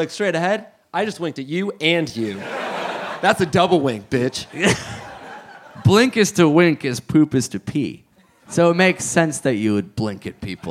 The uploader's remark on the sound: Live in London! Live at the Leicester Square Theatre in London!